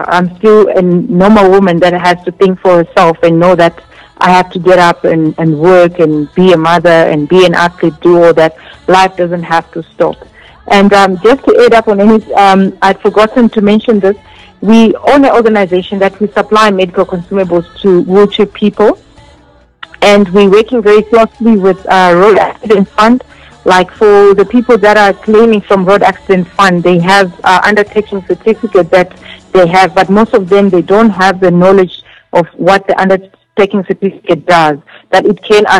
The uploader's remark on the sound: joined over phone